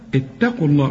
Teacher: لكن أرقى التاء بقى، ما قولش الطاء